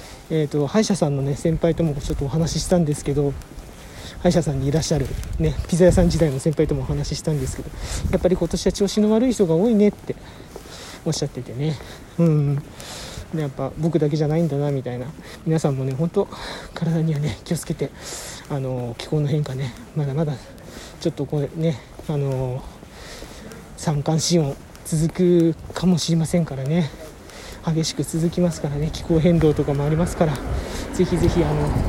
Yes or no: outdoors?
yes